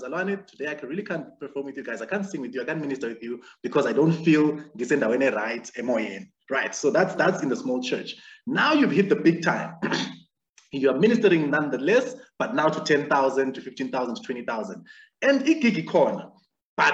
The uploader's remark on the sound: The series is webcast via Zoom